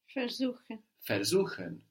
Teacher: Where is the accent? Suchen. Good, it's not on ver.